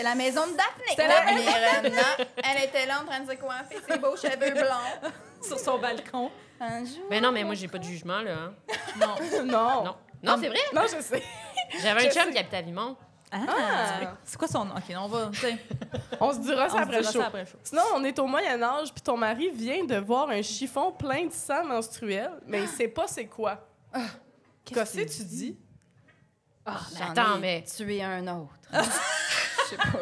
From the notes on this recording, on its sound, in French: enregistré à l'Idéal mercredi le 4 octobre 2023